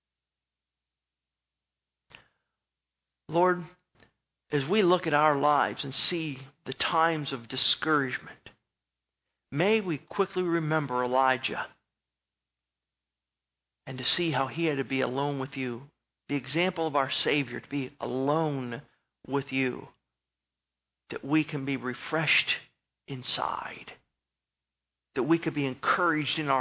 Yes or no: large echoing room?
yes